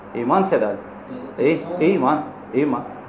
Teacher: الهمزه الاولى مكسوره قلبت الهمزه الثانيه الساكنه الى ياء، فنقول ايمان